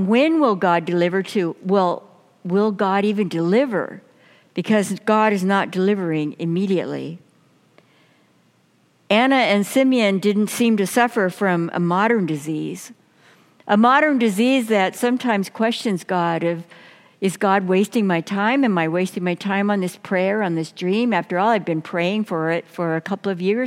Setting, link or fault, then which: setting, large echoing room